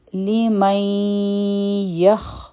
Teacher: نو لعبرت لمن میم او نون به یو ځای شي، مخکې چونکه یا راغله د نون ساکن نه پس چیا راشي، نو دلته کې به مونږ هم ادغام کوو، لیکن دا ادغام به د غن سره وي او د یا سره به خوا وتړلی شي، نو دا به شي لیمی یخ.